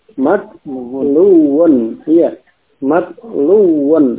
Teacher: dengan wawu yang tasydid ya, idgham tadi ya, matluun.